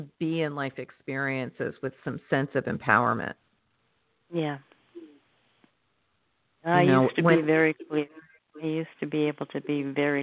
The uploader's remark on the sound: in response to callers' questions